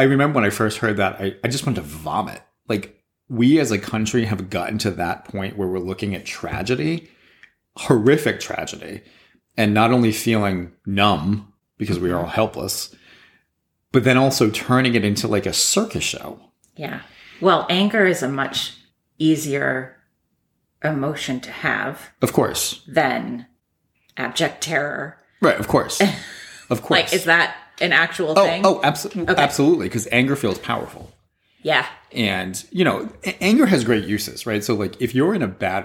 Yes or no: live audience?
no